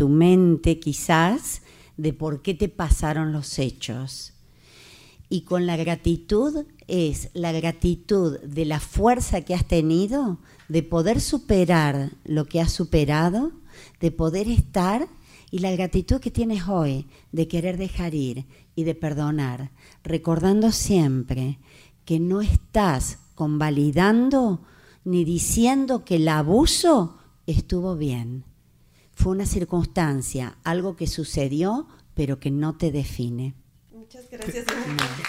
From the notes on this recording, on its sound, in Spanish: Gracias al Tec de Monterrey y a sus alumnos por unirse a esta celebración facilitando sus instalaciones para grabar el podcast por primera vez ante una audiencia en vivo.